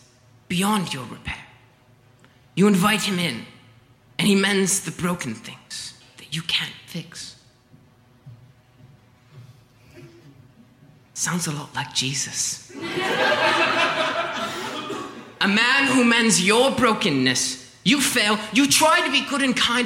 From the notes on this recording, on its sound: The Live Funeral at Chicago Podcast Festival 2018. Performed at the 2018 Chicago Podcast Festival.